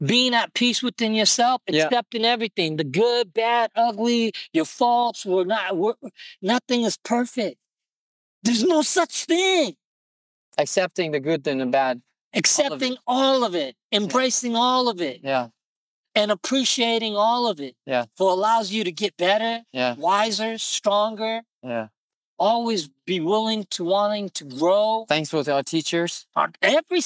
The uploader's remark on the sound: Recorded this podcast right after martial class sitting on an old couch we found, overlooking the Malibu CoastLine.